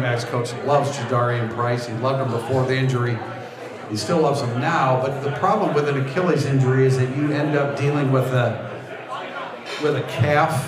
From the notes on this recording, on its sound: Recorded Live at " The Bar ". Takes questions from the fans.